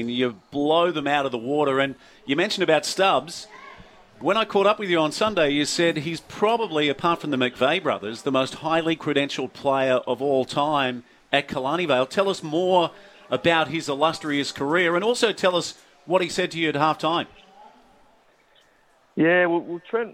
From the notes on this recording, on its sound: Live from Central Coast Stadium for the local Rugby Grand Finals including the presidents cup.